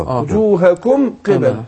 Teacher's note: اظهار شفوي لان ميم ساكنه وبعدها ايه قاف وجوهكم قبل اظهار بظهر الميم هنا ليس البر أن تولوا وجوهكم